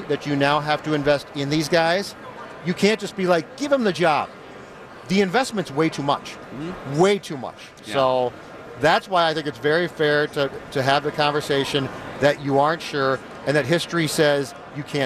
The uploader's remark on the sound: Live from Radio Row all week.